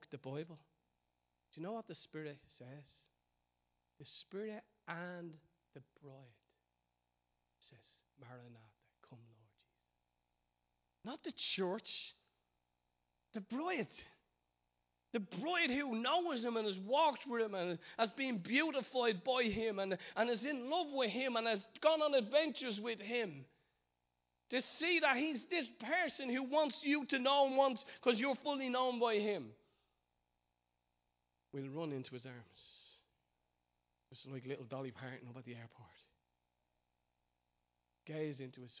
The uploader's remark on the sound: Recorded live in Liberty Church in Bray